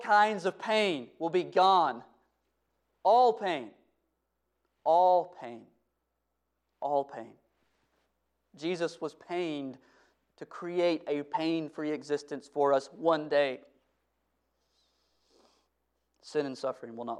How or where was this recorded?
large echoing room